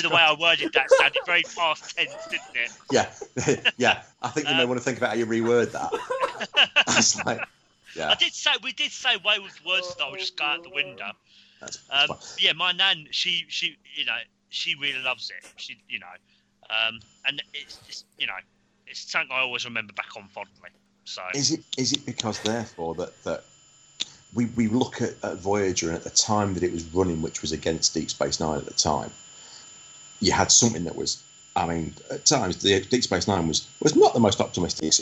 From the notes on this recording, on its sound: In this pre-recorded episode from March of this year. Please note we had sound difficulties whilst recording this over Skpye.